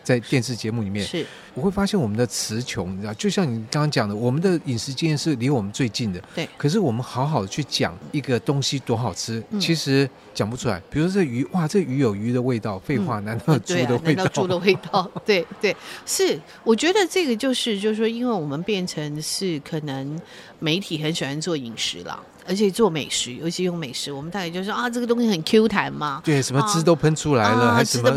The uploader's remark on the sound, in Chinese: 活動現場訪談